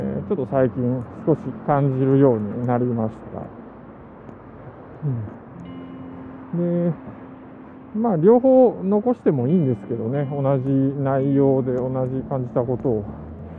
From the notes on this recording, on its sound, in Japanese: 歩きながらイヤホンマイクを使って録音したんですが、マイク部分が服に当たってカチカチと耳障りな雑音が入ってしまった。